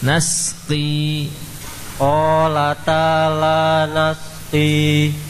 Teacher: Sinnya jangan menebal, nas tapi nas tipis.